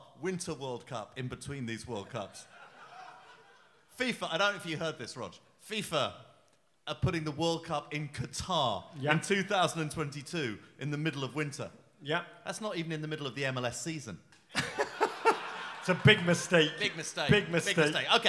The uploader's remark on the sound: Live in Brooklyn. Live from the Music Hall of Williamsburg in Brooklyn.